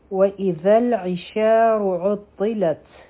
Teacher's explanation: عین به د حلق نه وایو، شین به دوه حرکه راکاږو، را به غټه وایو، عین به د حلق نه وایو، تا غټ حرف دی او د مضبوطۍ سره به یې وایو، په تا به همس کوو.